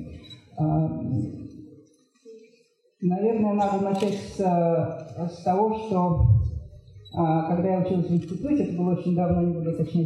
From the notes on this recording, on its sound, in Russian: Лекция в рамках VII Международного арт-фестиваля «САД ГЕНИЕВ»